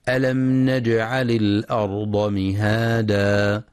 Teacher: ينتبه القارئ لترقيق الهمزة في كلمة الأرض وعدم تفخيمها، فلا يقرأ الأرض بتفخيم الهمزة.